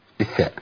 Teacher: من طرف اللسان مع اطراف الثنايا العليا